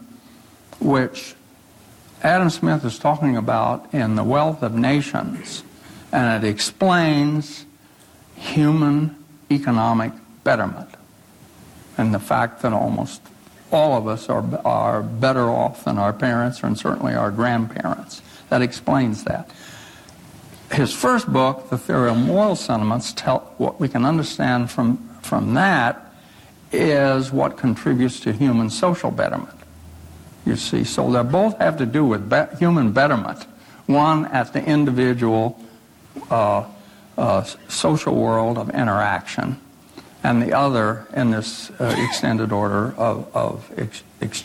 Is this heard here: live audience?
yes